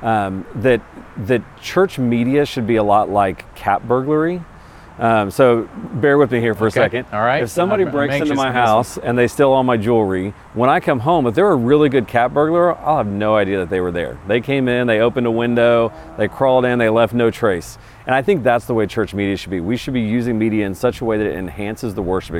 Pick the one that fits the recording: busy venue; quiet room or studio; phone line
busy venue